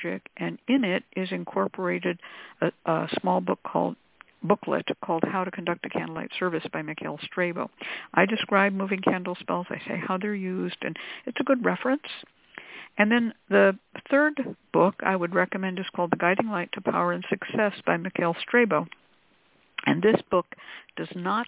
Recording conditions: phone line